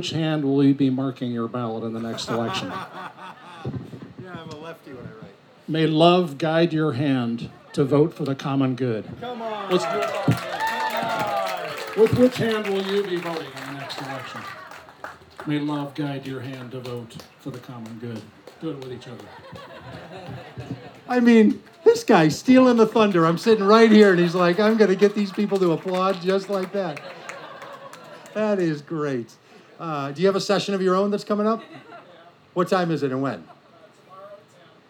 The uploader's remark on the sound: From The Wild Goose Festival. At the Wild Goose Festival in North Carolina in July of 2023.